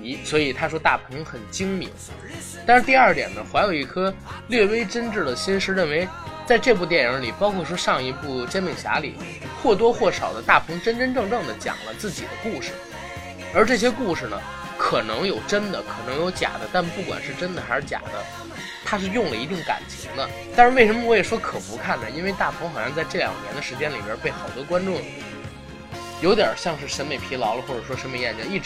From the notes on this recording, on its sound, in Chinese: 节目剪辑本次不是主播团队，大致背景音乐较大。